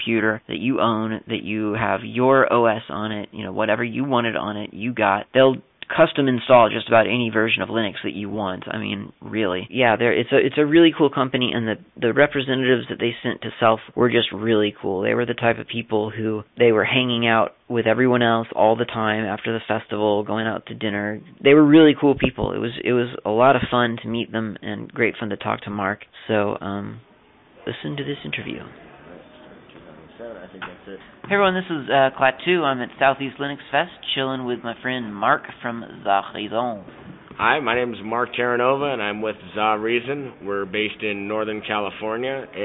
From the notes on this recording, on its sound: recorded at SELF 2010